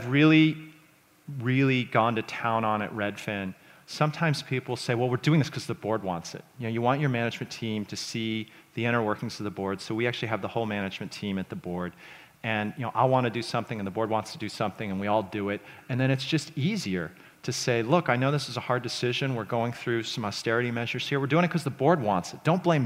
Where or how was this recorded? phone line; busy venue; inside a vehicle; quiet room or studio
busy venue